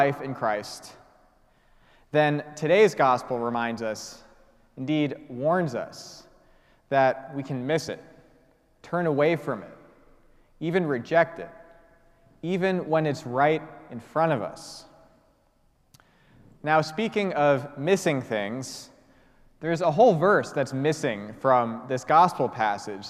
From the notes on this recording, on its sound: preached at the celebration of Holy Eucharist on the Sixth Sunday of Easter